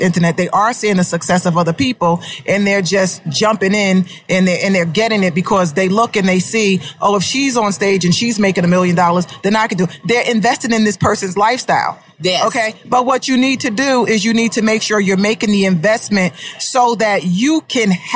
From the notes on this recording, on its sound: This is a live recording from Podcast Movement 2019 in Orlando Florida.